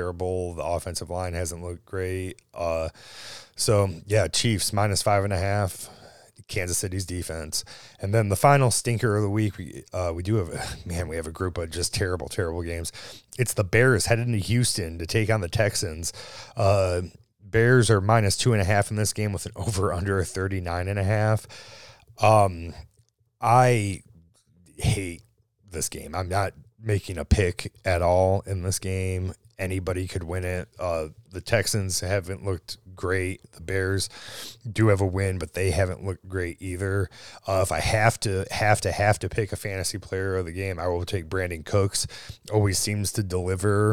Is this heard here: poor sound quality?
no